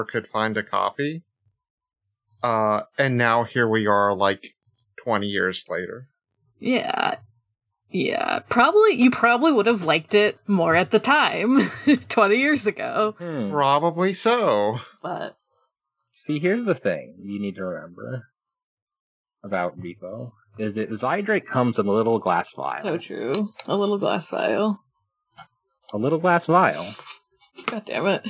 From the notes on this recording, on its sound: Sorry for the fuzzy audio distortion on this one. I did my best to EQ it down while still keeping the track human-sounding.